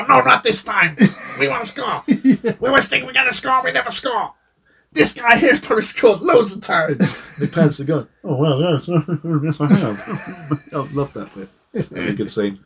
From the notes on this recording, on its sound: WARNING - Crappy Audio on this particular episode. Complete malfunction of all technologies.